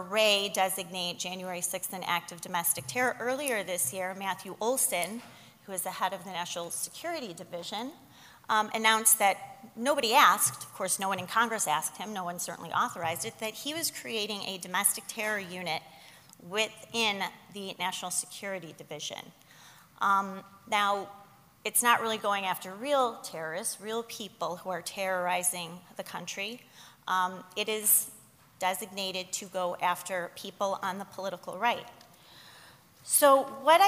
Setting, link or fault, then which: setting, live audience